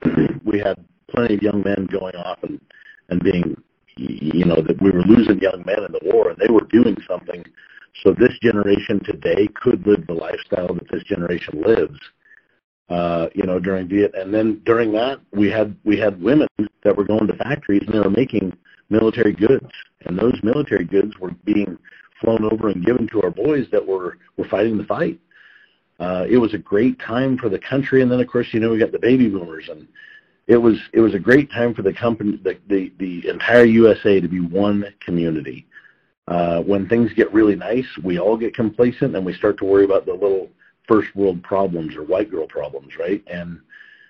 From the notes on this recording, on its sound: jumped on the phone with us to talk about it